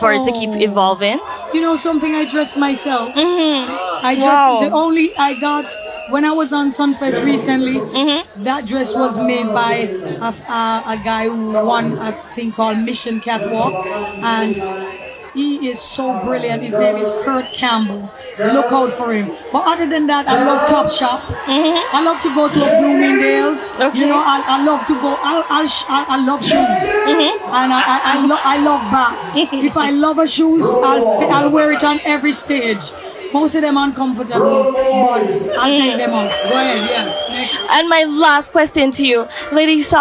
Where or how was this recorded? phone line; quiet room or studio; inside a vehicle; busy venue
busy venue